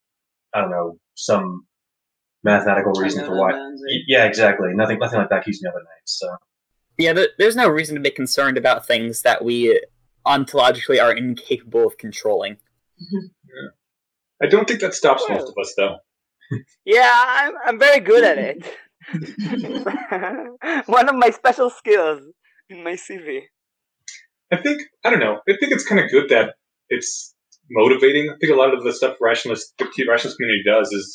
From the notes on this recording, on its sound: This is a recording of the live stream. Due to technical incompetence on our side, we lost the original audio. Since it’s a 2nd-source recording.